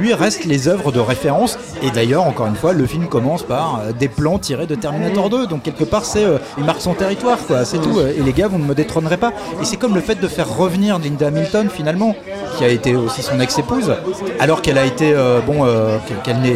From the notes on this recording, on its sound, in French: Enregistré au Hurling pub (8 Rue Descartes, 75005 Paris), le vendredi 25 octobre 2019.